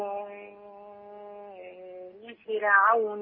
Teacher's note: نتعود على ترقيق راء فرعون